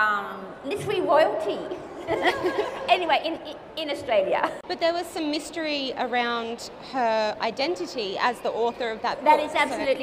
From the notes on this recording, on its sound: It's our first LIVE episode! CapriCon Rockhampton 2019.